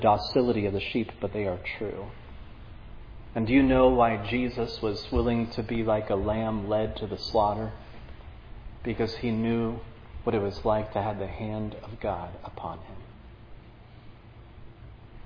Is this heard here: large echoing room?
yes